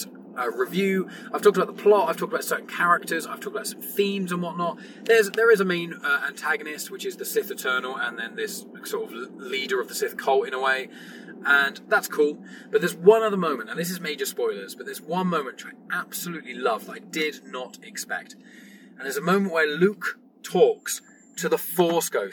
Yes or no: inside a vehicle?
yes